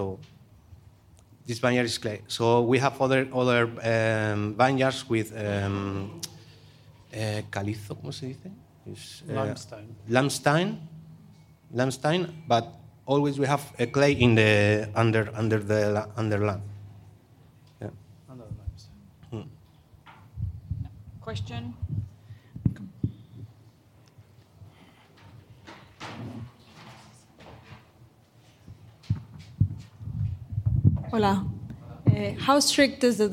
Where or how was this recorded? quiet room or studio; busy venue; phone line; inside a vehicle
busy venue